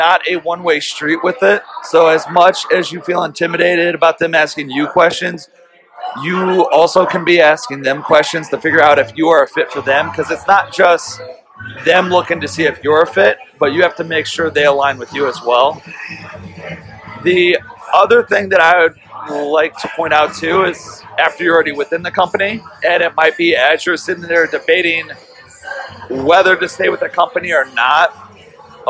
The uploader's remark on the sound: We recorded it in Ireland while at a pub, so a little chaotic, but nonetheless we prevailed.